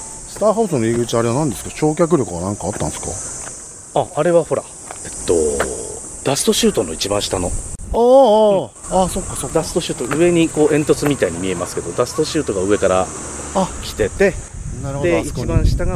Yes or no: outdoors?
yes